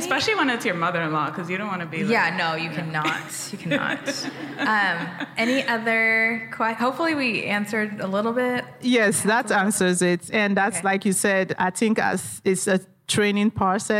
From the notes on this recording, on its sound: Recorded LIVE. We recorded this LIVE as part of their EPIC 2023 Wellness Summit.